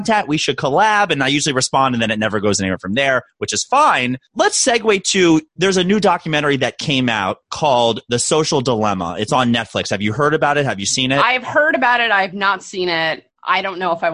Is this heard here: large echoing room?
no